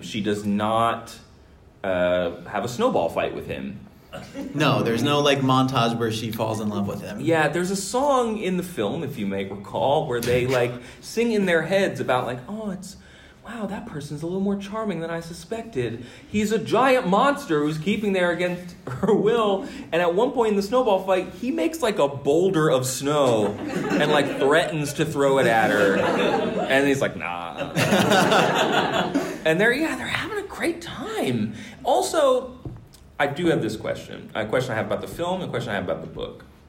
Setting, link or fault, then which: setting, live audience